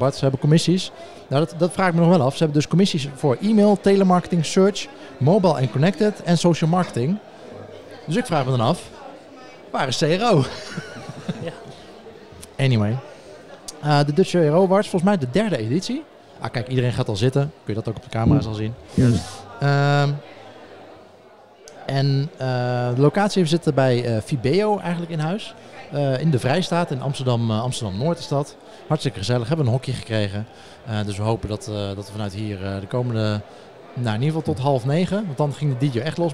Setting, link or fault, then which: setting, busy venue